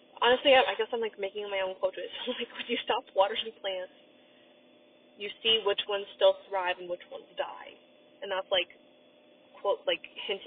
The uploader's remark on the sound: I also apologize for the audio quality.